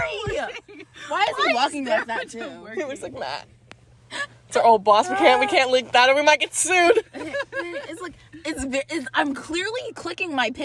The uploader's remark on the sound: Live from the Sonic Parking Lot